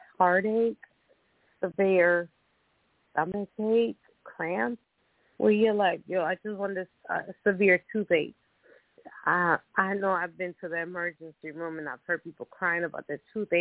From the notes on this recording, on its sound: Those who call in will form a panel